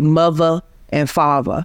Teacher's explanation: So for example, mother and father, one of the things that happens in language is the TH sound can be pronounced as a V sound